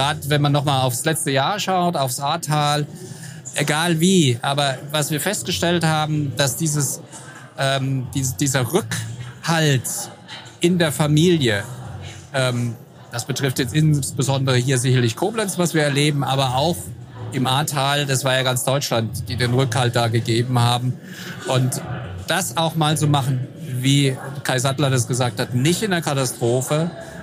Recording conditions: busy venue